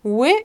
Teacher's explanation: Ły jest w języku polskim tak zwaną półsamogłoską, tudzież spółgłoską półotwartą, zależy jaką terminologią się posługujemy, ale w takiej anglosaskiej e, terminologii to byłaby półsamogłoska.